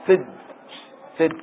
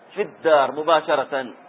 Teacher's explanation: ومعنا الفاء، فالياء حذفت لالتقاء الساكنين، وهمزة الوصل معروف أنها تحذف، واللام حذفت لأنها دخلت في الدال فصارت فد فد مباشرة، ما تقول في الدار في الدار، تكسر الياء في الدار · Term: أدغمت في الدال